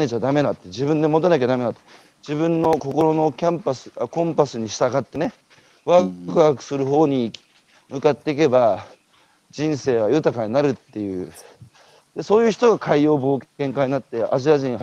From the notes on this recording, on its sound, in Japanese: 歩くラジオ。歩きながら1時間、対談する。